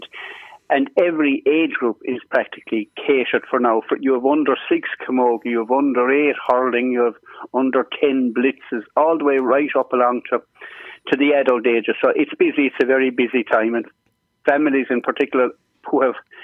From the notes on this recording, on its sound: joined on the phone by Whitegate correspondent